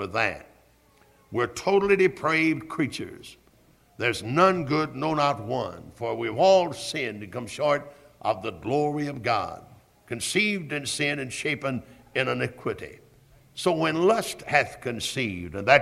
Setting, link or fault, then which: setting, large echoing room